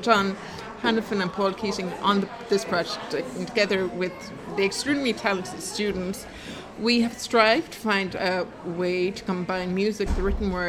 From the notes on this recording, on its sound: I went along to Mulcahy's Bar in town to the launch of this years Clonmel Junction Arts Festival to find out what's in store and talk to some of the people involved.